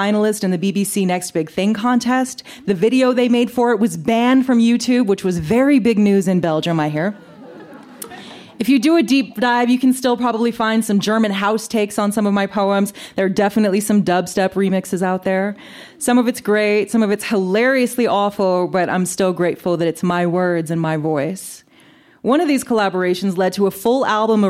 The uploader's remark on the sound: This story was recorded live at Buntport Theater